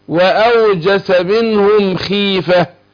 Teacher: الخاء المكسورة بتاخد أدنى درجات التفخيم